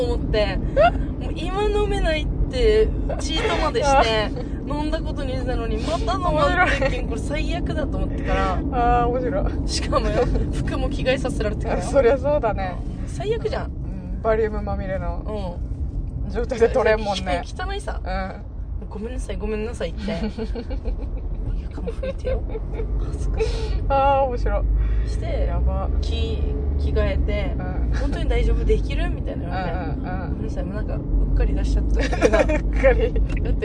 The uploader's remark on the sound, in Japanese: ドライブ収録でお届けしたいと思います。